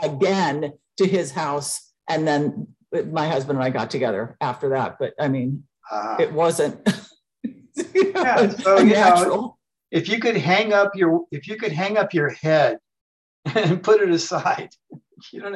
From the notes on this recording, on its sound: The shows are now all hosted on Zoom.